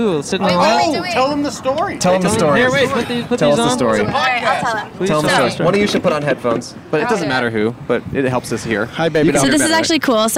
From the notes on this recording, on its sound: Recorded on a pedestrian bridge overlooking The Strip in Las Vegas, Nevada.